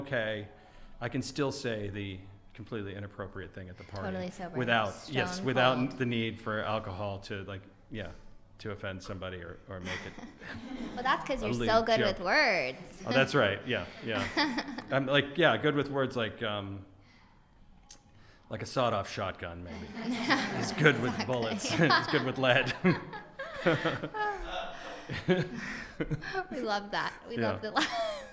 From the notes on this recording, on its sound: We turn the questions over to the audience around 37:00 minutes in!